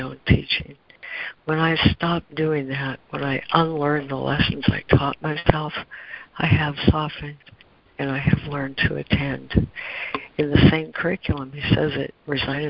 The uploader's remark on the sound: ACIM Daily Conference Call